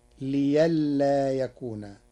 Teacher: قرأ ورش كلمة لئلا بإبدال الهمز ياء تخفيفا